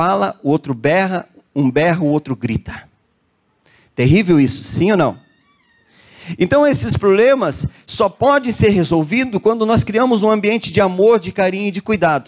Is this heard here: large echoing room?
yes